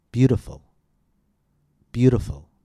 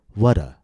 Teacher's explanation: Instead of saying what a beautiful day, we said what a. Our T is a tap. It sounds like a light, quick D. The T in this case follows the rules for using the tap. · Term: tap T